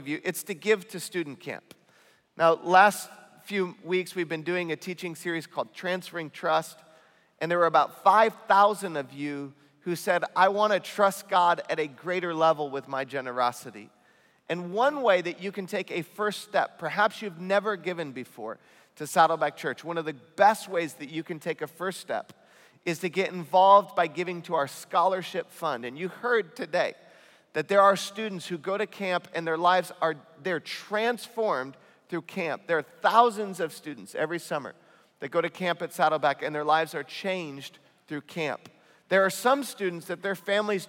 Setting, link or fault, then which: setting, large echoing room